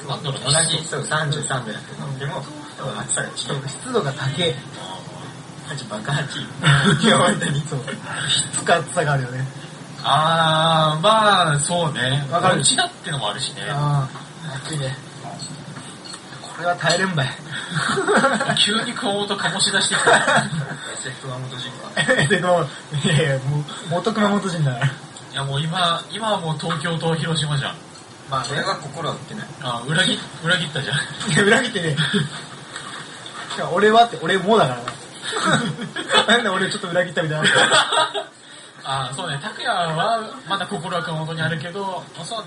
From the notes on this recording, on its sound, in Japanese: 飲みながらの収録なのでやかましかですばい